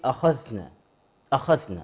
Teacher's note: يبدل الذال بثاء بسبب صفة، بالضبط كده صفة الهمس، يهمس في الذال